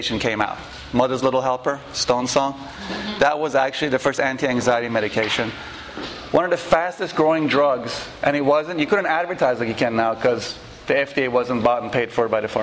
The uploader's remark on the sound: This lecture and Q&A session was recorded on February 6, 2012, at The Shala Yoga House in NYC.